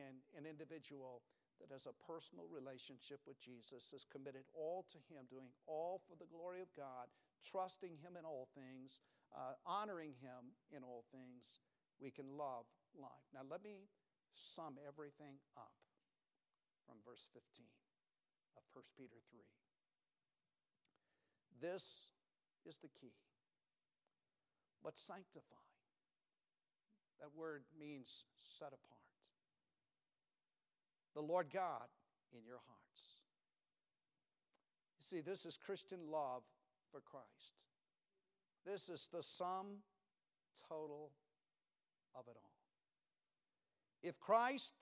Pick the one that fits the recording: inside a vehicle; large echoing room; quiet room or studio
large echoing room